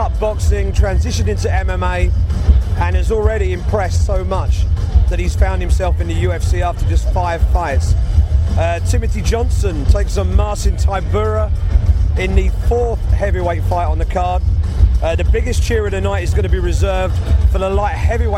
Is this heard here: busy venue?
yes